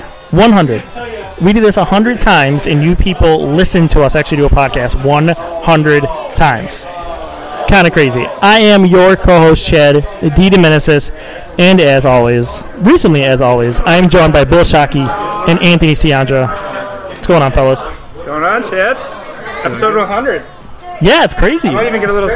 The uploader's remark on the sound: Live from Iron Buffalo.